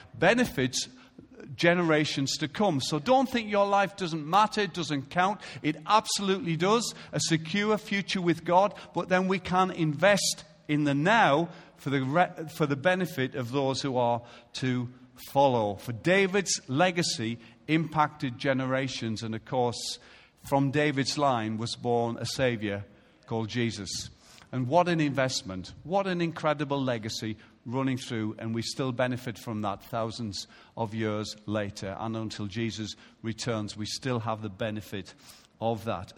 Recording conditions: large echoing room